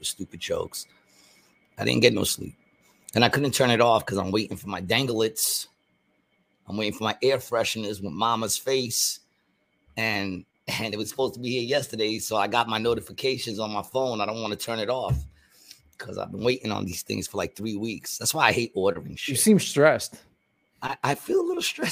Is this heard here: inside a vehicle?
no